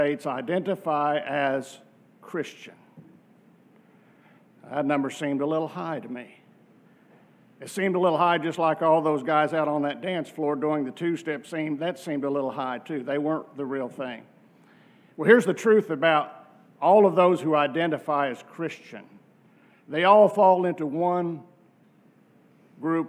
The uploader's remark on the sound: from our worship service on July 16, 2023